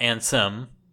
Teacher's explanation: It's not Ansem, where the mouth would close. There's an extra syllable there, a mu.